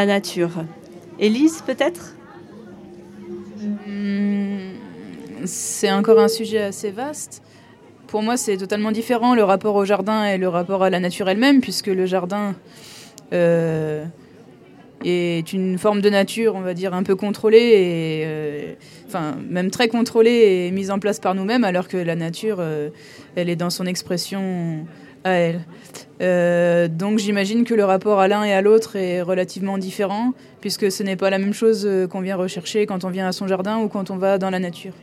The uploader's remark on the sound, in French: Résonances émettait en direct depuis la Foire Plantes et Nature sur la place de la République de Prades. (Les intermèdes musicaux ont été raccourcis pour cause de droits d'auteurs).